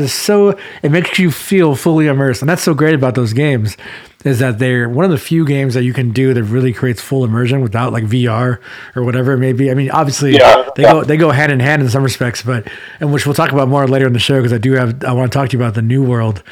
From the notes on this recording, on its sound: Audio is a little rough on this one just because we used zoom instead of our usual client Riverside.FM.